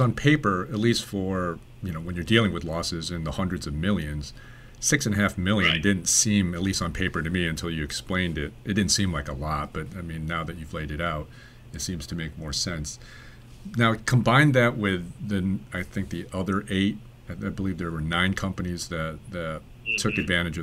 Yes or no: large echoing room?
no